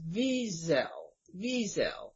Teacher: I don't like to emphasize that last syllable like it's a kind of a French name or something. The proper way, as far as I understand, is Wiesel.